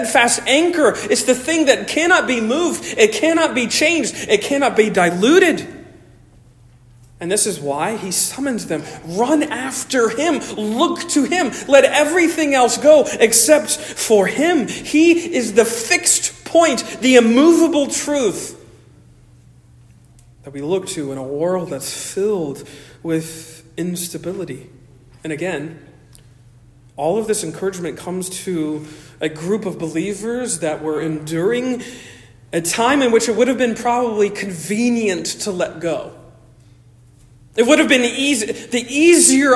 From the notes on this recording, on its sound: Originally delivered 11 June 2023 at Stonington Baptist Church, Paxinos, PA. Originally delivered 11 June 2023 at Stonington Baptist Church, Paxinos, PA.